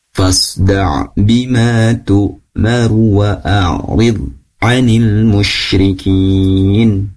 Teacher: Jadi waw-nya berharokat fathah. Jadi tidak dibaca ru. Tidak dibaca panjang ya. Tetap dibaca pendek.